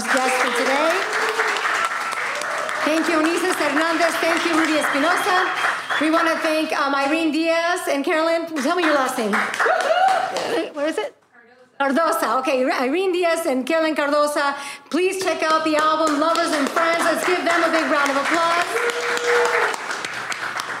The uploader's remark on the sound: This episode was recorded in front of a live audience during “Tamarindo Live: A Celebration of Community” at The Pop-Hop in the Highland Park neighborhood of Los Angeles, where a beautiful community of Tamarindo listeners joined us.